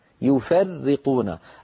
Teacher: الراء مشددة مكسورة لابد من بيانها، كلها مرققة